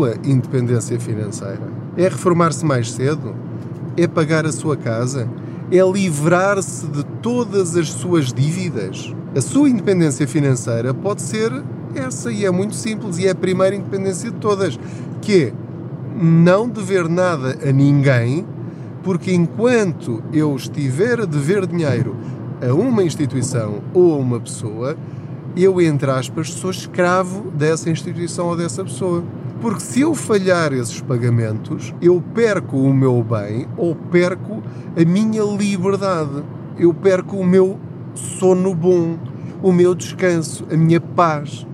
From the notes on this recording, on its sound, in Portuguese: Não ligue aos barulhos da viagem.